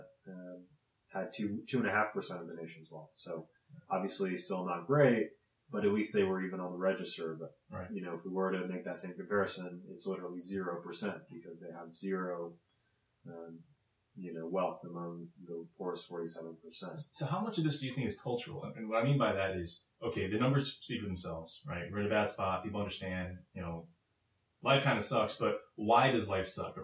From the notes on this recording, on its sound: Sorry about the poor audio quality, it sounded good when we recorded it but apparently something was off.